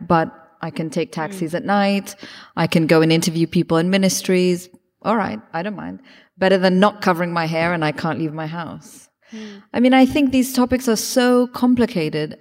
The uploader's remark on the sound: This event was recorded on Wednesday 8 March 2023 at The Capitol.